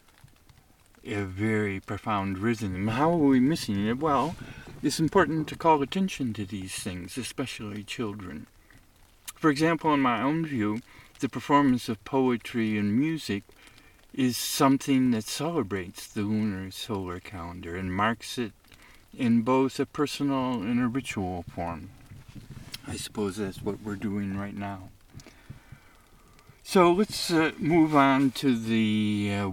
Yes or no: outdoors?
yes